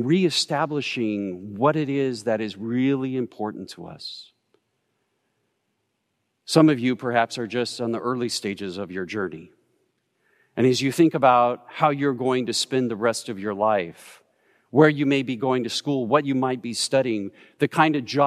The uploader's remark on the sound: Recorded live at Beatitudes Church in Phoenix, AZ